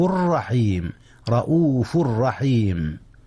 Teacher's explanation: رؤوف رحيم، هنا إدغام يا أستاذنا. ولكن الإدغام هنا ليس بغنة، إذ الراء ليست من أحرف الغنة